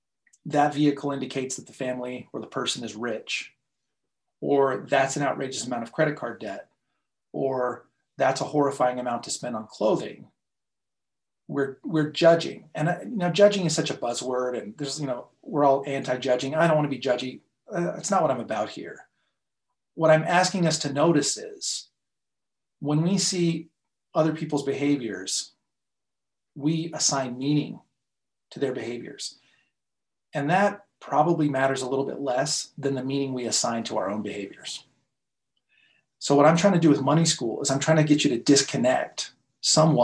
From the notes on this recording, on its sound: In this live session I invited three different people to join me on the call